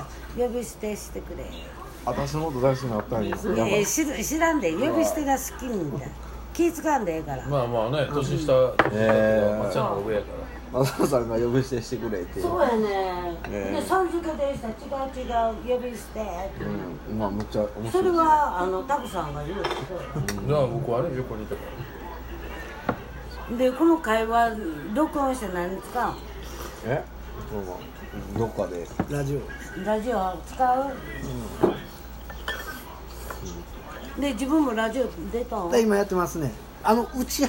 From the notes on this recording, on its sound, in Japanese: 神戸、SPACE DOG!RECORD(お店)より。